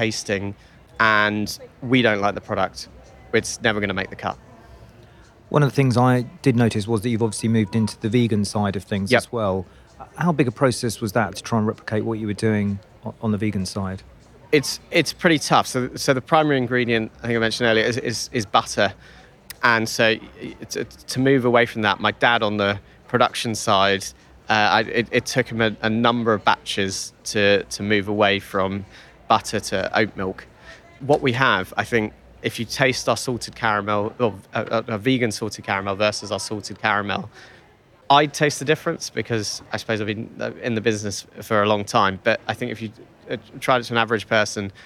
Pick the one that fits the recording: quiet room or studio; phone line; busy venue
busy venue